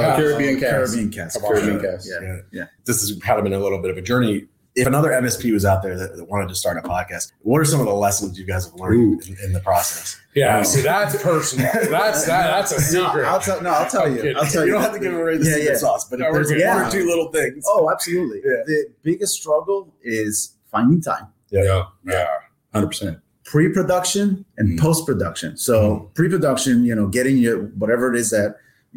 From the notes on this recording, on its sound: Live at Xchange 2020. Listen to this live interview "podcast". All at Xchange 2020 in San Antonio..